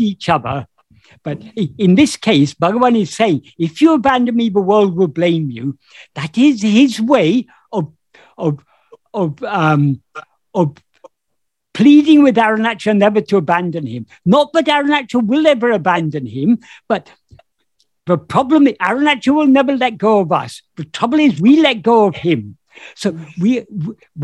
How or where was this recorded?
video call